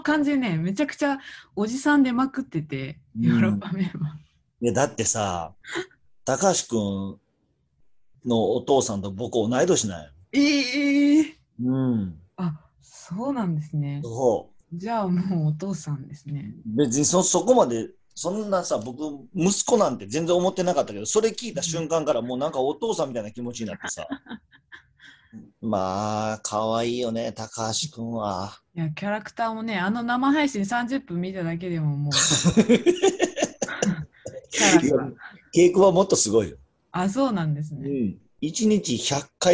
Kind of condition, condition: link, video call